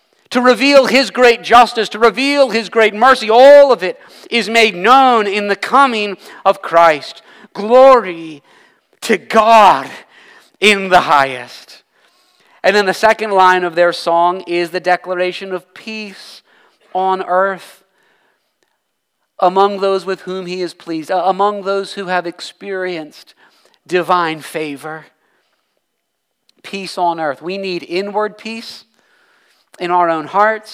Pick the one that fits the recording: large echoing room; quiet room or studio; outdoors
large echoing room